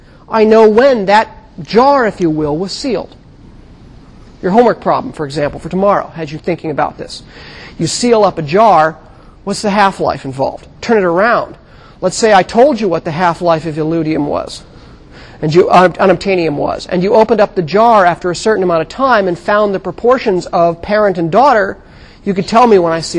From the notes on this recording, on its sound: Recorded 2007 Oct 29 in 1000 McPherson Lab on the Columbus campus of The Ohio State University. Recorded 2007 Oct 29 in 1000 McPherson Lab on the Columbus campus of The Ohio State University.